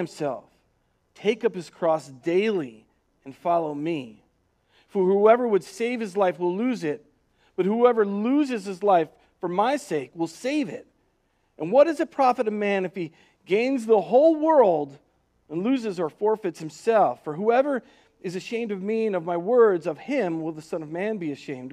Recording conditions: large echoing room